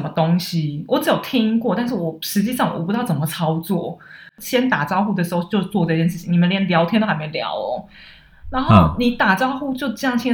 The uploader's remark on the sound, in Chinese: 在他六嬸婆家錄音，錄音品質較差，請大家見諒。